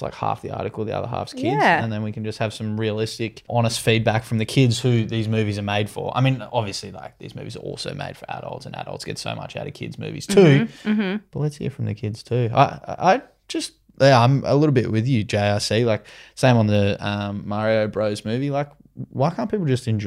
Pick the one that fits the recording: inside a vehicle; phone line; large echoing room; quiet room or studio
quiet room or studio